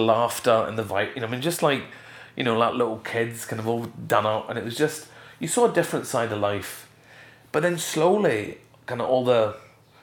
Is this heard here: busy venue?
no